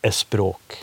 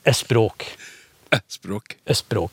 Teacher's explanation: på persisk så er jo det her litt verre, for da er det en regel som sier at de vil jo da kanskje si e-språk når de skal si språk på norsk